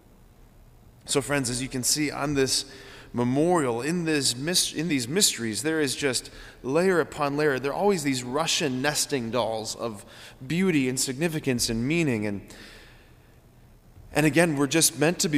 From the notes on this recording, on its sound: preached this homily on November 21, 2023 at Sacred Heart of Jesus Catholic Church in Wadsworth, OH